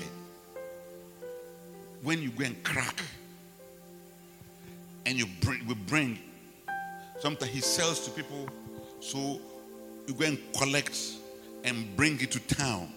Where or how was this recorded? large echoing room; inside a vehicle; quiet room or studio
large echoing room